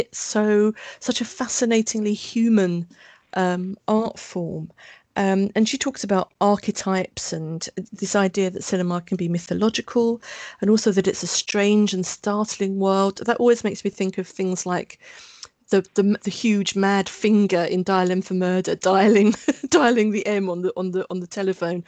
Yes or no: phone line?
no